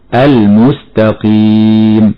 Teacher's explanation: اللام في كلمة المستقيم لام التعريفية حكمها الإظهار لوقوعها قبل حرف الميم، ونلاحظ أن اللام هنا وضع فوقها سكون على شكل رأس حاء، وهذا السكون يعني أن الحرف حكمه الإظهار، والميم أيضا لم توضع فوقها الشدة دلالة على أن اللام حكمها الإظهار.